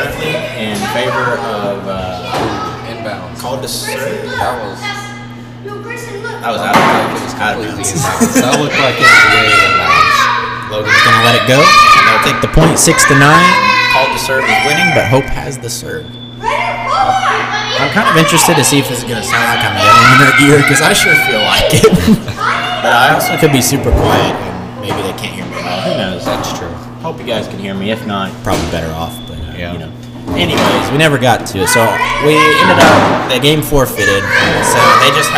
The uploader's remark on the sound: The kids are children of players and they play while their parents are on the court so there isn't much we can do. Enjoy getting that real-life, kids screaming in the background feel of being at a live volleyball game.